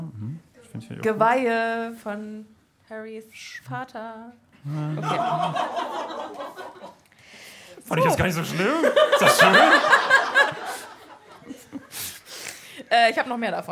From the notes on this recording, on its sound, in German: LIVE IN MÜNSTER. Unsere allererste Live-Folge. Mit RTL2-Sitcom-würdigen Lachern im Hintergrund von unserem wundervollen Publikum.